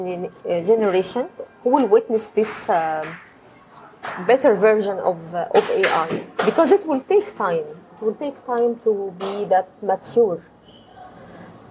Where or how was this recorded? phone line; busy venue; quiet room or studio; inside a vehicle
busy venue